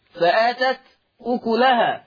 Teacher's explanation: أيضا لفظ فآتت أكلها، أيضا فيها النقل، فهيتم تحريك التاء بحركة الهمزة، ما هو من الساكن؟ التاء، تحريك التاء بحركة الهمزة، فتصير تاء مضمومة